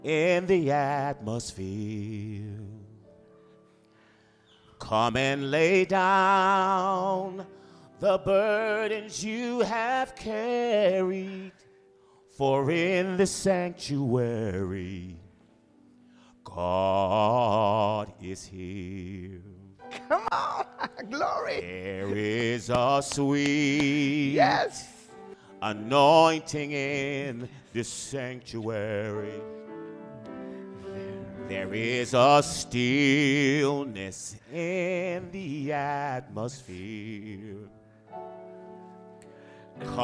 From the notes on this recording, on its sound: A moment of history in the Litchfield town's most historic church. Preached for the first time as the congregation’s spiritual leader.